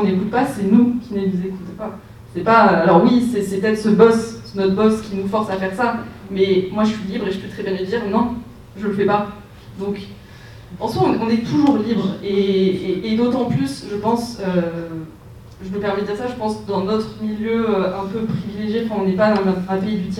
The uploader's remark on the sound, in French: retrouver la rediffusion de la conférence sous forme de podcast